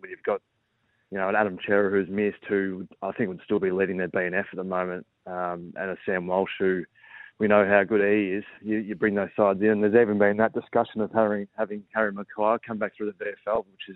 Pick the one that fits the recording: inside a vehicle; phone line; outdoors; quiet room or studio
phone line